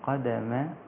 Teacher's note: الدال والميم رقيقة لا تأخذ تفخيم القاف